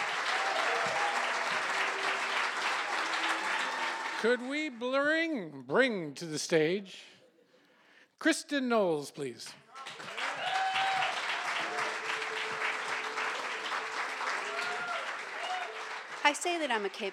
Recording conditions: live audience